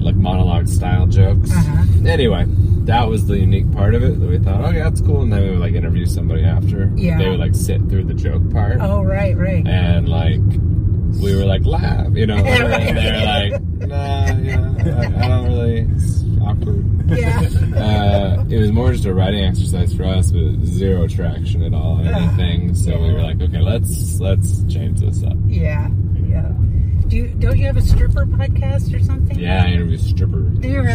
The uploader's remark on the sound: Toasted Marshmallow Adventures Podcast (Idaho's Premier Podcast for Comedy & Entertainment) is a local comedy podcast based in Boise! Take it to the streets in this podcast: "UBER FUNNY!". These episodes will be recorded (audio/video) in a pimped out Kia Soul. Cruise the streets of the Treasure Valley.